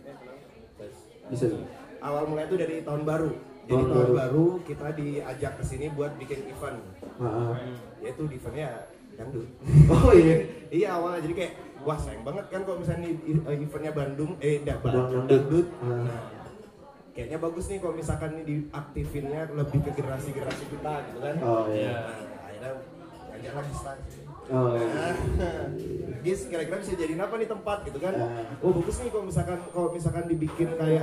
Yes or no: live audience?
yes